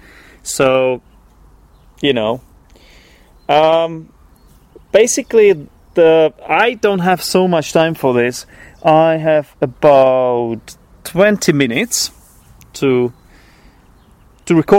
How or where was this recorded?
outdoors